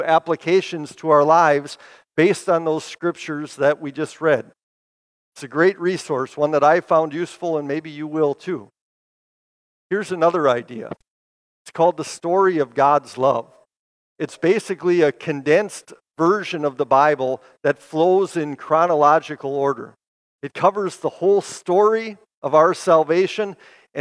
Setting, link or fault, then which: setting, large echoing room